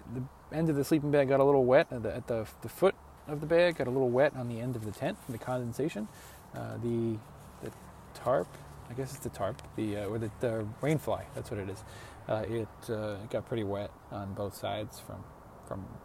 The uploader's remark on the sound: I rode south along the Pacific Coast from Lincoln City, OR to Crescent City, CA plus a few bonus days in the Redwoods. I put together some audio and photos from along the way.